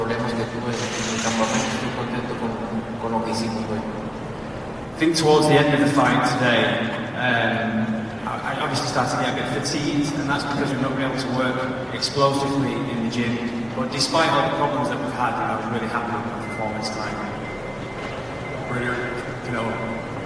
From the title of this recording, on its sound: Post Fight Press Conference